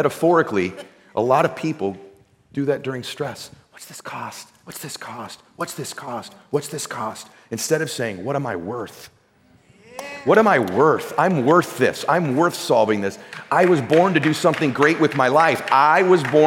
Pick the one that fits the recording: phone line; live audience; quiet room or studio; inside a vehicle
live audience